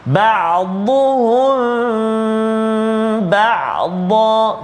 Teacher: dengung dengan kadar dua harakat rapatkan bibir kita · Term: ikhfa syafawi